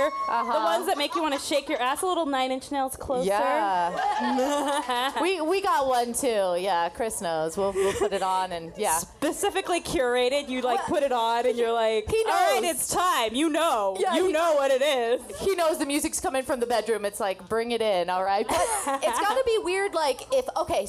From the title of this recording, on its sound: KEEPING IT CASUAL PODCAST LIVE AND SOLD OUT IN LAS VEGAS